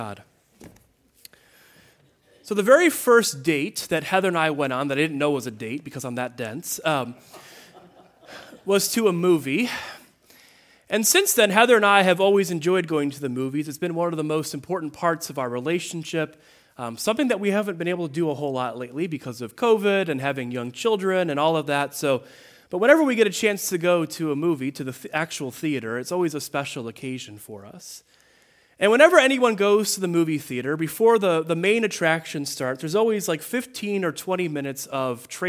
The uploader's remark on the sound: The 4th Sunday of Lent at Greenfield Presbyterian Church in Berkley, MI.